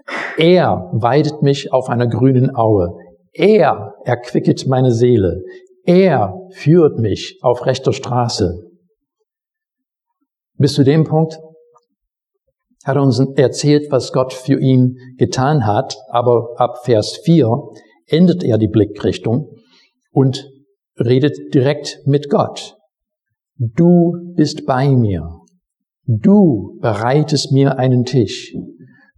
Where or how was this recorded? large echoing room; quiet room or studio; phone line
large echoing room